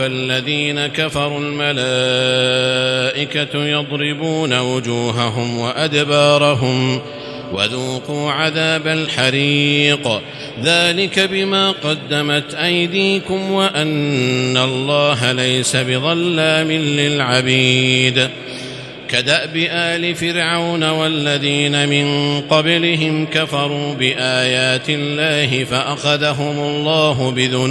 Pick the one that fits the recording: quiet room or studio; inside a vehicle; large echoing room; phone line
large echoing room